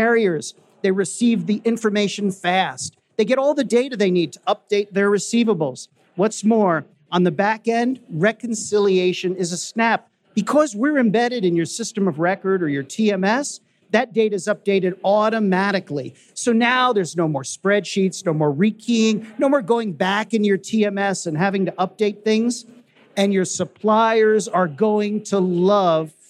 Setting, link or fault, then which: setting, busy venue